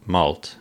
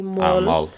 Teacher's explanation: we don't pronounce the T · Shown in: second take